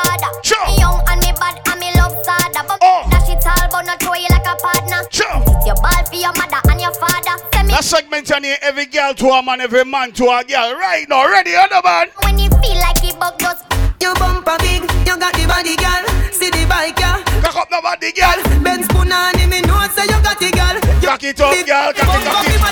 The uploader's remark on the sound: BDAY PARTY (LIVE AUDIO)